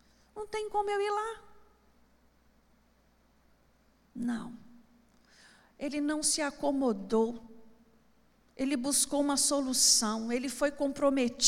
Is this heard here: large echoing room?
yes